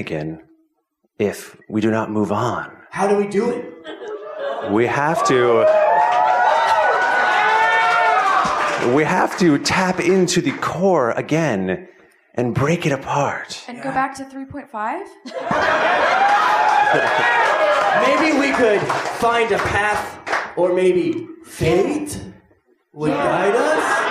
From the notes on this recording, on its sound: Live Show 2015. Record this episode live in front of a studio audience. We put on a visual show so that the audience had something to look.